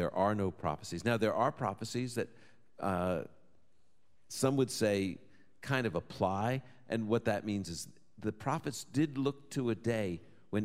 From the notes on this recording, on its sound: Live from Boca Raton, FL. He'll take questions from a live audience.